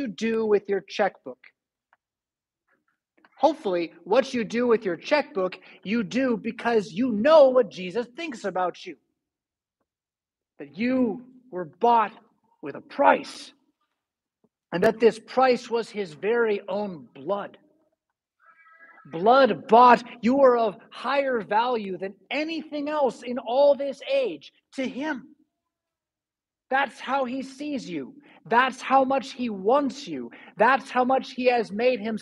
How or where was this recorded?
large echoing room